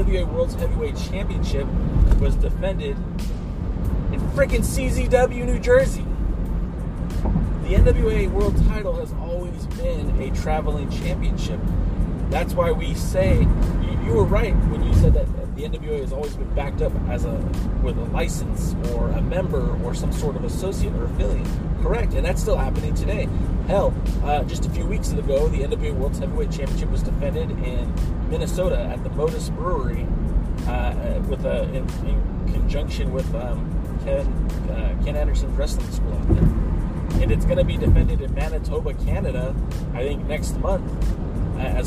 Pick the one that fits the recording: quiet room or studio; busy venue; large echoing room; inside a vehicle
inside a vehicle